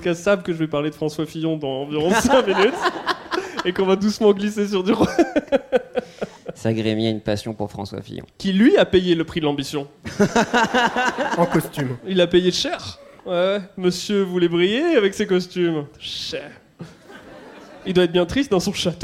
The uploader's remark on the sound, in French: en public